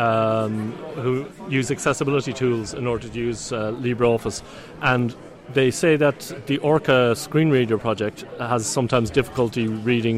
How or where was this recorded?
busy venue